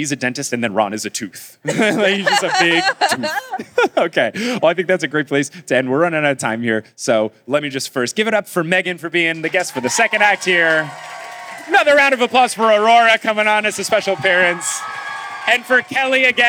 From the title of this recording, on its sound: LIVE in Dallas!